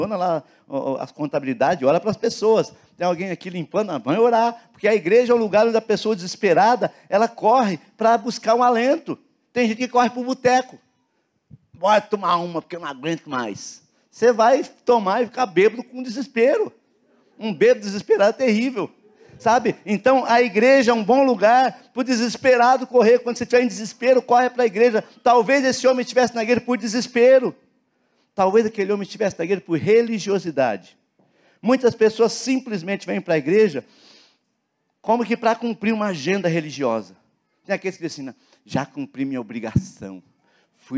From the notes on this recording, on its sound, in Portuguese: na Igreja ABA Curitiba (Transmitido ao vivo)